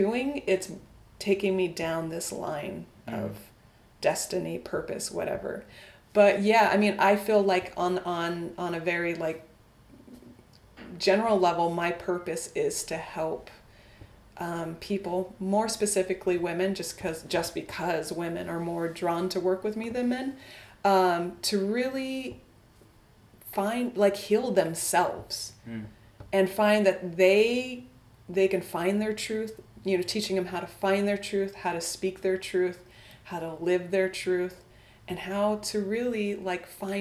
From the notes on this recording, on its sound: be prepared for the super abrasive and shocking noise of a weed-whacker near the end of the recording.